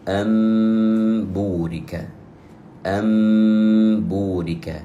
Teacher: الإقلاب يكون أن نقلب النون الساكنة أو التنوين إلى ميما ونعطيها قدرها من الغنة ثم يكون حرف الباء. مثال ذلك: أمبورك، أمبورك، أصل الكلمتين أنبورك، والنون في كلمة أن نون ساكنة وجاء بعدها حرف الإقلاب وهو الباء، فالحكم حينئذ يكون إقلابا.